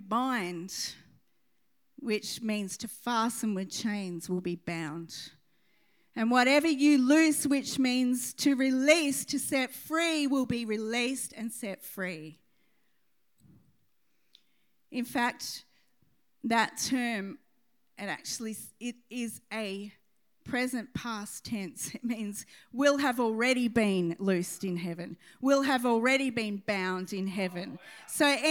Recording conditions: large echoing room